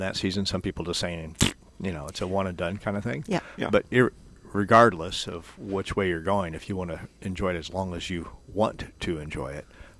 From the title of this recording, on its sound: Live at Prairie Gardens 1-22-22